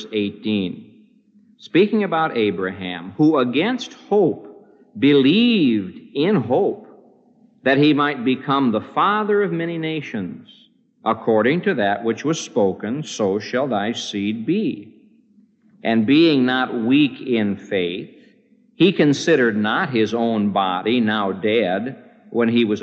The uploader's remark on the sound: This message was preached on September 28, 1975, at the Moody Church in Chicago, IL